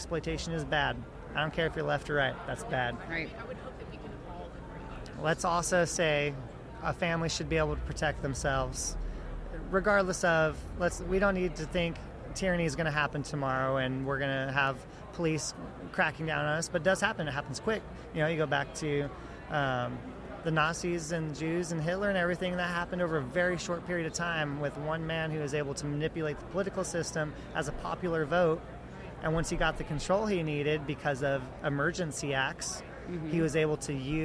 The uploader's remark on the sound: Podcast at AmFest